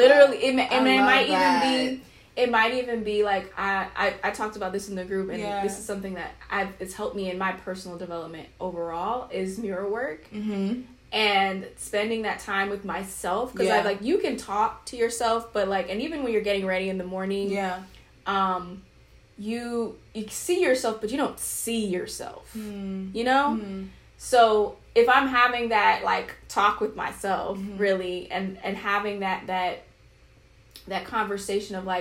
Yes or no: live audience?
no